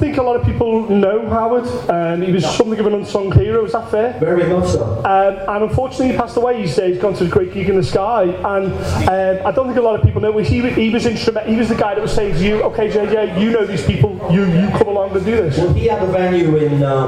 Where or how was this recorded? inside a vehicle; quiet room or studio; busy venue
busy venue